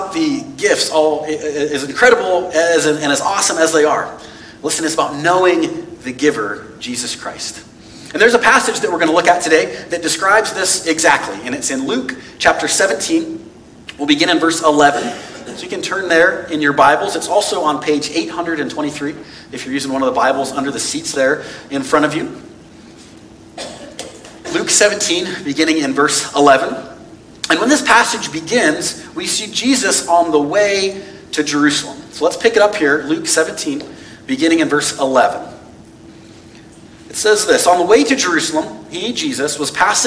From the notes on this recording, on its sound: This message was preached on November 27, 2022 at FIVE39 Church.